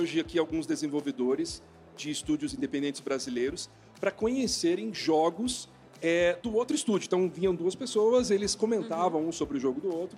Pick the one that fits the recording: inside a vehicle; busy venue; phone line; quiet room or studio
busy venue